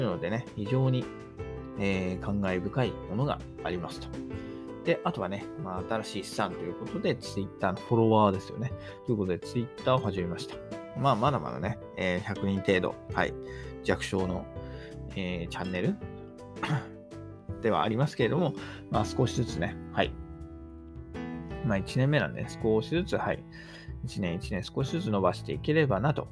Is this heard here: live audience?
no